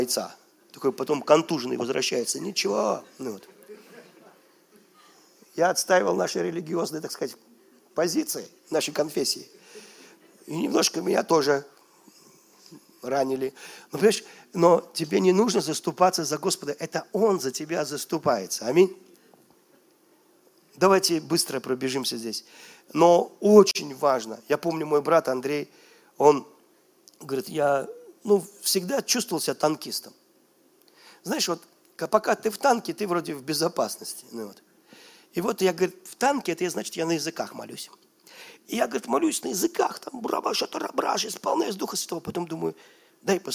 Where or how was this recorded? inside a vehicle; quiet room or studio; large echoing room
large echoing room